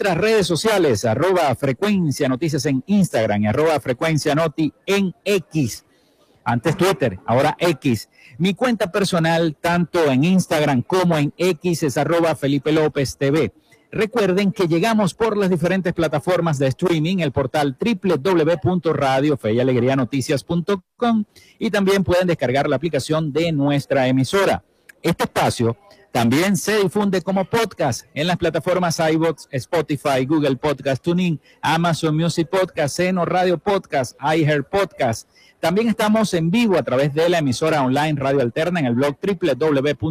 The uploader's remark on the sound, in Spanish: Especial En Vivo desde Expo Zulia 2023. Transmitimos en vivo y directo desde la exposición más grande del occidente venezolano, ExpoZulia 2023, en el hotel del lago.